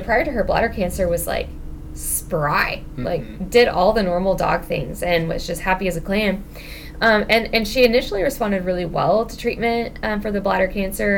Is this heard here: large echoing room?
no